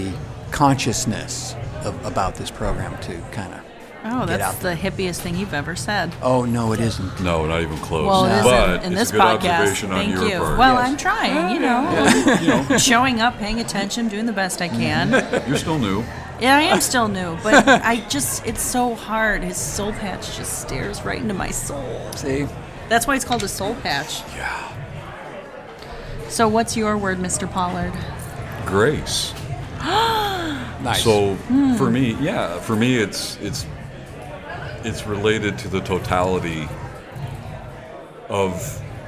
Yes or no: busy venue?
yes